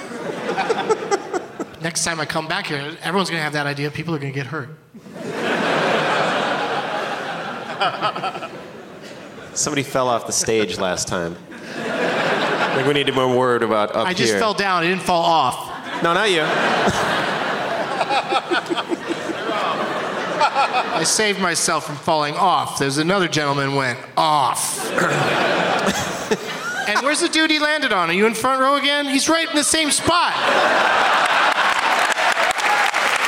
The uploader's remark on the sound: Live from The Woman's Club of Minneapolis